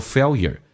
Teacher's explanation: 很多美国人喜欢把 L 提前发叫 fail，然后最后剩下一个 year 叫 failure